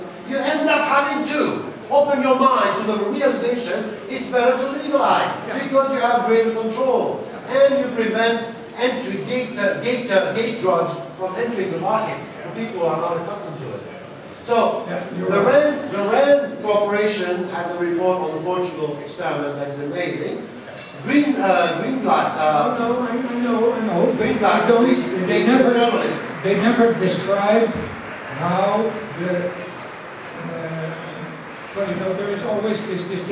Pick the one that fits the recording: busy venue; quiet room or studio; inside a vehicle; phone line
busy venue